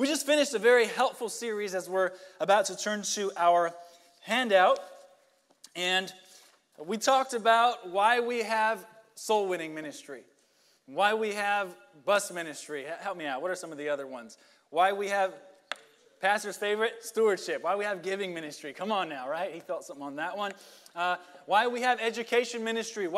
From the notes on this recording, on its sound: Sunday Morning Service